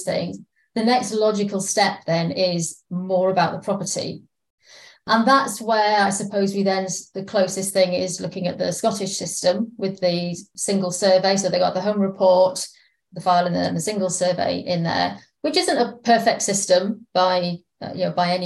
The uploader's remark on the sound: It was recorded as a webinar and shared with The Surveyor Hub Community.